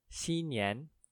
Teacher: X-I-N in the first tone, and N-I-A-N in the second tone